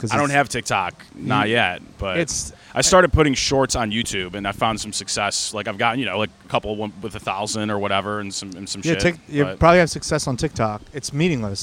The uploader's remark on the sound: Recorded outside the comedy open mic at The Tin Roof. Every other Wednesday in downtown Baltimore.